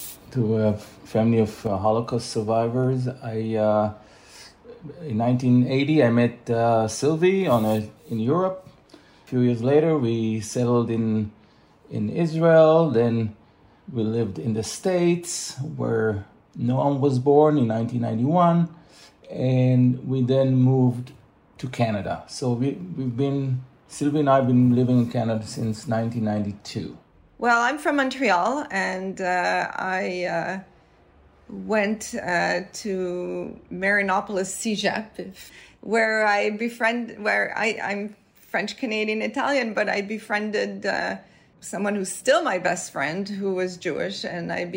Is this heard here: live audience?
no